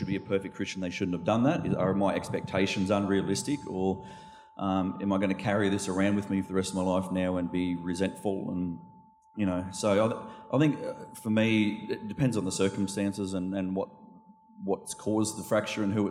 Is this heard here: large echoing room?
yes